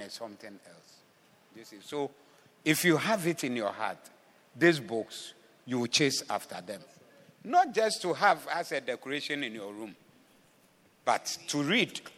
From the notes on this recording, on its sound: Preached at AOM Day 1, Evening Session.